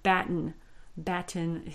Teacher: I kind of swallowed that second syllable there.